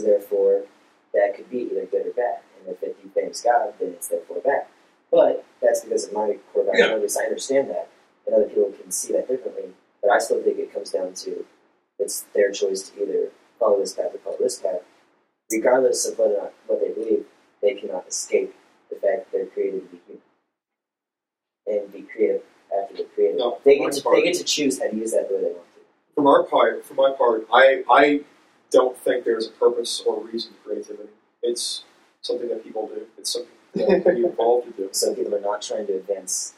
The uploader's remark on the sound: Apologies about the awfuller-than-usual sound quality. We tried to use a bunch of different.